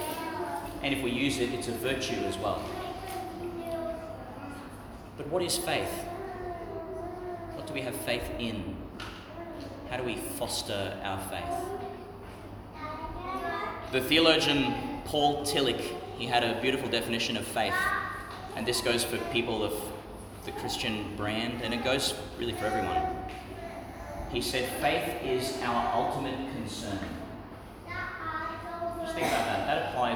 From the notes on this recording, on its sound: delivered in St Peter Chanel, Tannum Sands, Qld.